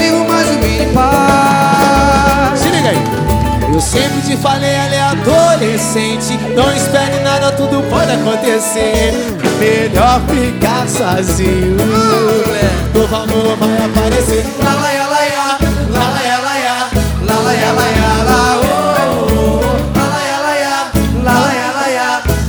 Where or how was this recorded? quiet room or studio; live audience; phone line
live audience